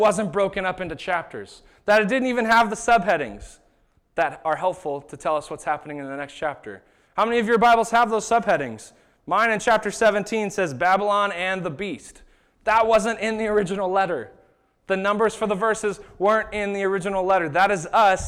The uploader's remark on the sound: This was the sermon that was preached at Shelton Church of the Nazarene on September 15th, 2019